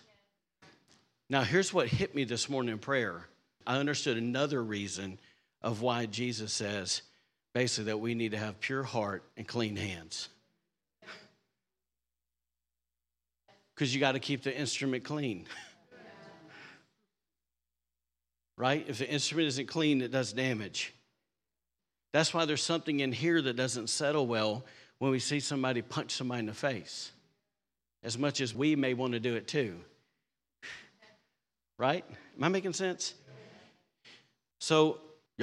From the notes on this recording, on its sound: was recorded on Sunday, June 4th, 2023, during service at The Anchor Church in Rockport, Maine.